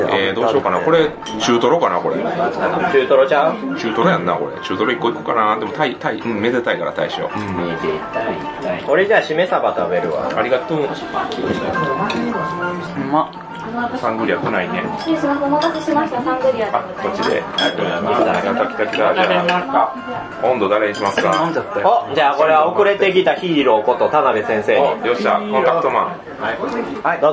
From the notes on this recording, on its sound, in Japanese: 店内収録のため、騒音雑音が激しく入っております。